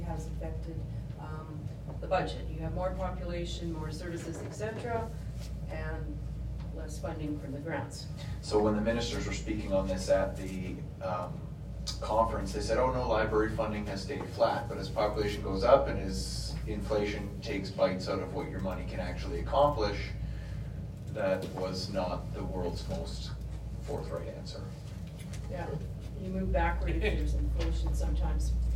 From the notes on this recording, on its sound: Regular Council Meeting for the Town of Peace River. The audio begins at the beginning of the meeting and ends as Council moves into closed session.